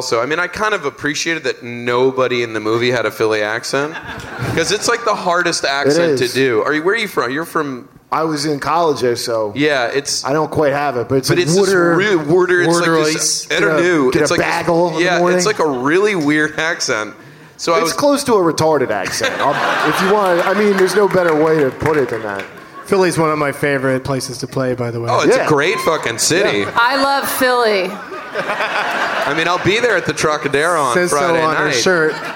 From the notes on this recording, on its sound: Live from the Gramercy Theatre in NYC